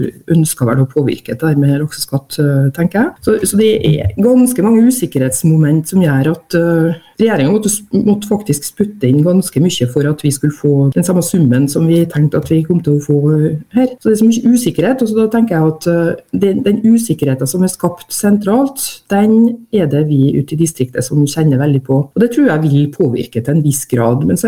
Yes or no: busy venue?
no